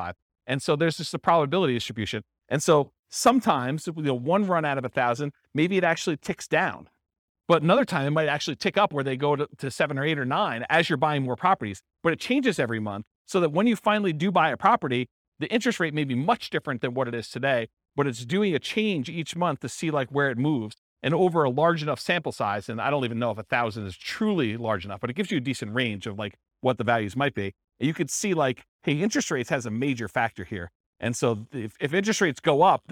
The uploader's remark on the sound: This was a live class recorded to give investors a solid overview of the buy and hold real estate investing strategy including short-term rentals. The live in-person version.